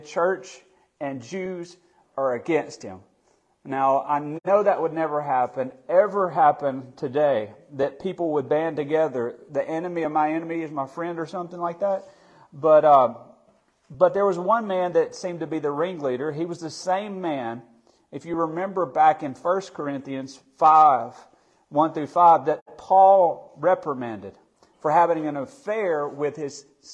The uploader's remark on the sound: Midweek Bible Study that was recorded on March 1, 2023, at Friendship Baptist Church.